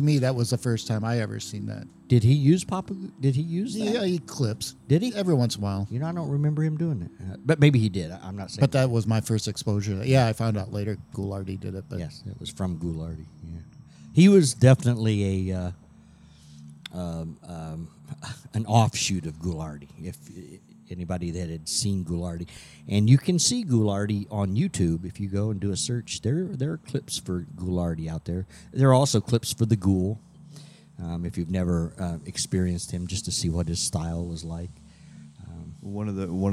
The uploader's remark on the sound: (Semi) Live from Cinema Wasteland in Strongsville, Ohio. (Semi) Live from Cinema Wasteland in Strongsville, Ohio.